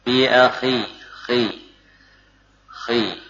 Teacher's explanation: Tetap tebal, walaupun tidak sekuat huruf sad.